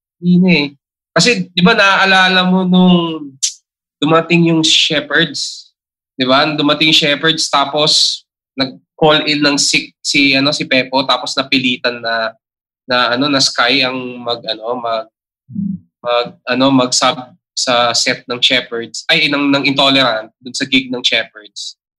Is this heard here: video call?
yes